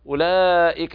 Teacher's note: أولئك هذا مد واجب متصل لا يجوز قصره بحال، قرأ حفص بالتوسط 4 وبفيق التوسط 5 وبالإشباع لورش 6 حركات.